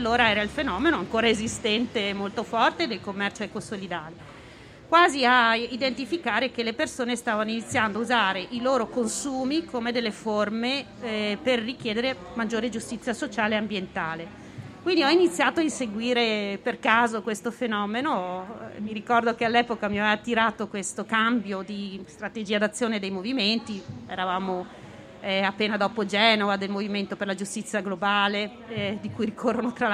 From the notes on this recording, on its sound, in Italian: In diretta dal Festival dell'Economia 2021.